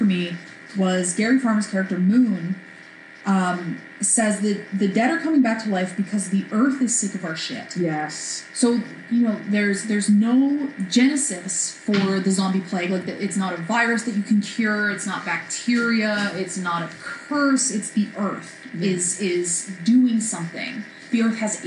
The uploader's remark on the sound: Atmospheric background noise. No amount of filters could get rid of it. The awful damn buzzing.